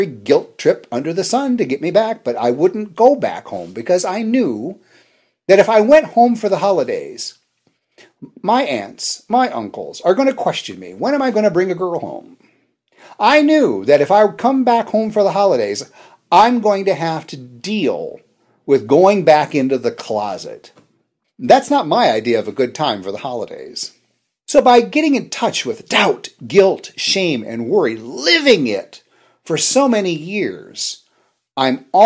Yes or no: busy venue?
no